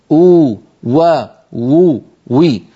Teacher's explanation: مخرج الواو غير المادية بانضمام الشفتين إلى الأمام مع ارتفاع أقصى اللسان. انتبهنا كيف ارتفاع، قلنا من غير تقعر لوسطه، فهذا لا يؤدي إلى التفخيم.